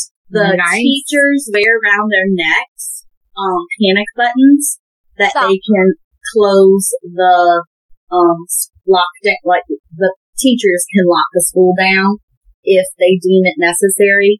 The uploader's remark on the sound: Excuse the audio, first timers here, but we promise to get better!